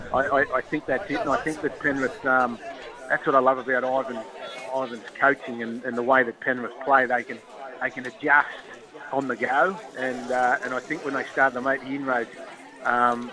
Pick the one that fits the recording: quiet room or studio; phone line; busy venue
busy venue